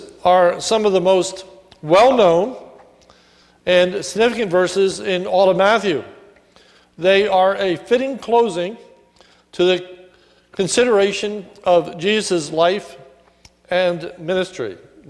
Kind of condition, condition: setting, large echoing room